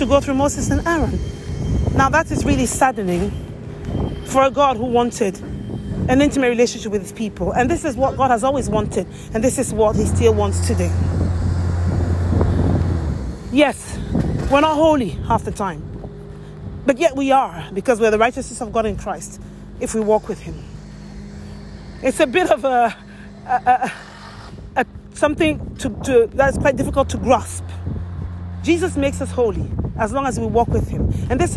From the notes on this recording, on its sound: This is a noisy episode recorded while walking outside. So, it is noisy and the volume fluctuates.